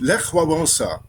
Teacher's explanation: Und der wurde geschrieben Lech Walesa, aber das L war mit einem Strich durch und das ist im Polnischen kein L, sondern ein W dann. Und deswegen Lech, weil das CH hart gesprochen wird, Lech Wałęsa.